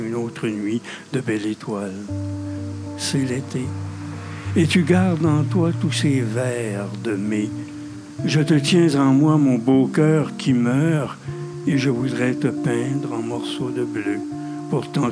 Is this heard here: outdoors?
yes